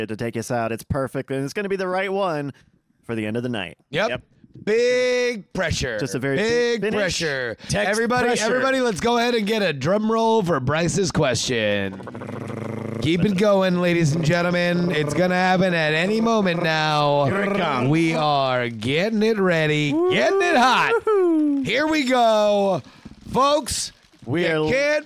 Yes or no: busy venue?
yes